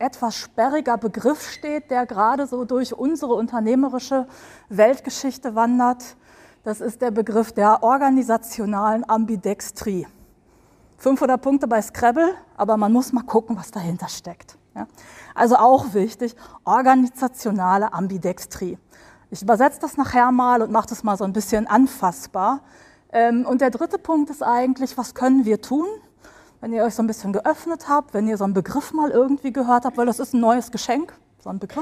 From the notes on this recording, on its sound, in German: Livemitschnitt vom Impulsvortrag. In dieser Folge kannst Du etwas die Energie vom 1.Podcastevent in Hildesheim spüren.